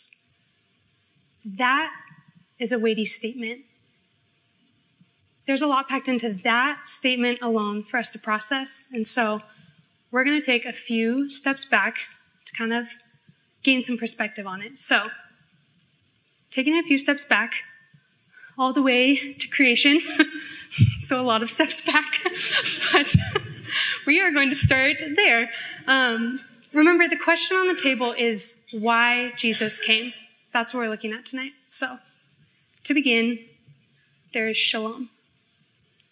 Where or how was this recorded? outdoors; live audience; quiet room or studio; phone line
live audience